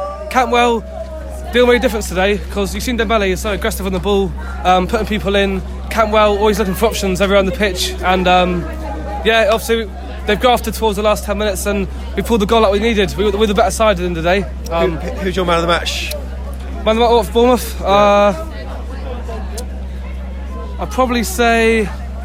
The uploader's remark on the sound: From the party atmosphere in The Manchester before the game, right through to the nightlife in Blackpool after hours. We took our microphone with us to capture it all, including the raucous scenes at full-time at Bloomfield Road.